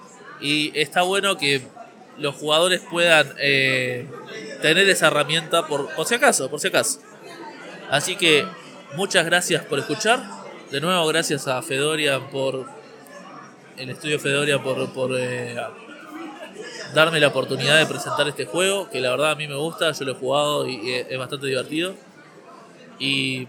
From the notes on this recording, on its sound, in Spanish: Grabado desde el Montevideo Comics